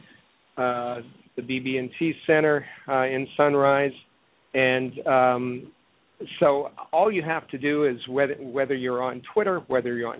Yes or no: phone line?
yes